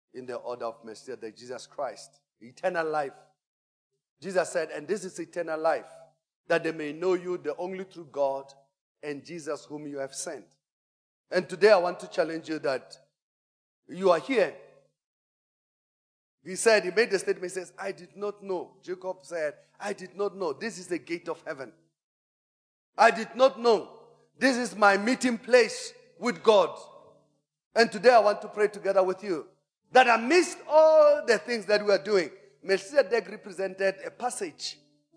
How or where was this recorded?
large echoing room